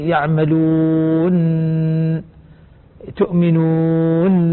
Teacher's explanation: لما يقف الانسان لما يقف على النون يعطيها زي الطنة والرنة · Term: تطنين النونات